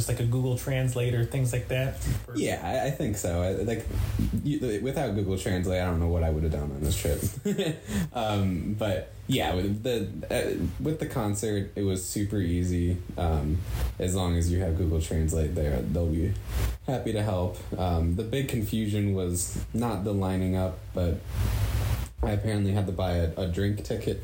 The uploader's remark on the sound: Recordings From Our Time Exploring Japan. Although the audio is far from great.